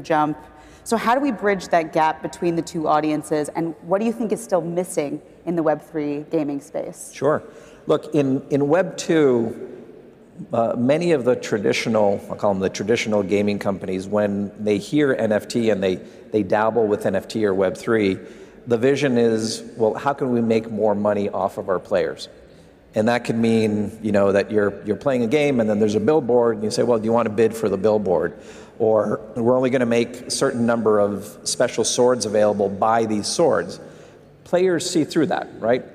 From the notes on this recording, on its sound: live from Consensus in Austin, Texas